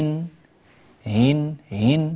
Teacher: إذن نحن سنسهل الهمزة الثانية من الهمزتين المكسورتين هنا ونحقق الأولى · Term: التسهيل